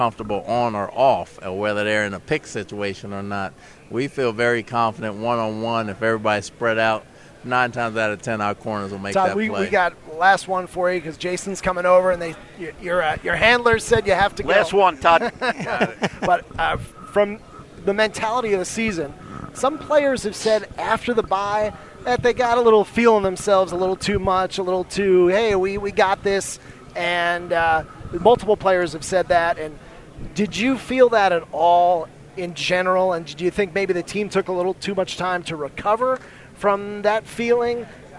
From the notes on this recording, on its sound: At The NFL Scouting Combine. The head coach is back for a live sitdown from Radio Row at the Combine.